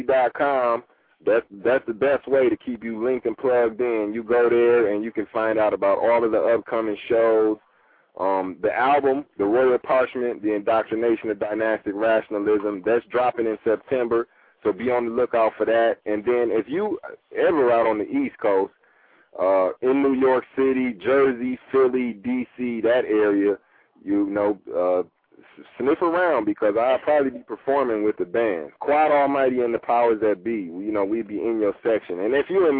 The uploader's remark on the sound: LIVE CALL INS!